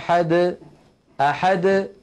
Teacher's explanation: يعني مثلا لما يقول الفم قل هو الله أحد أحد ليس بعد الدال حرف، فالدال وقلقلتها تخرج واضحة جلية · Term: القلقلة